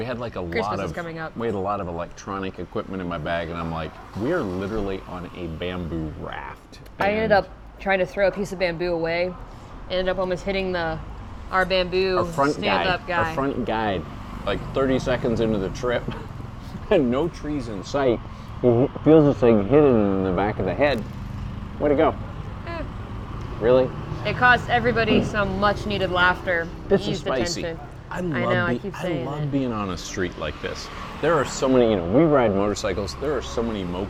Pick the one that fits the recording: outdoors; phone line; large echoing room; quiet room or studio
outdoors